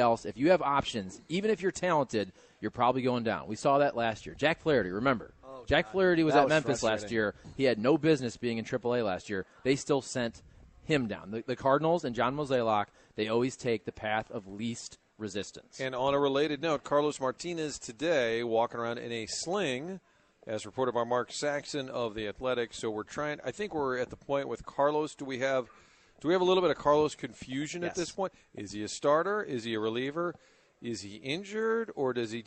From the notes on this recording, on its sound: Broadcastin live from the Great Grizzly Bear in Soulard.